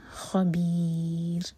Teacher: رو کو ساکن کریں گے تو رو باریک ہوگا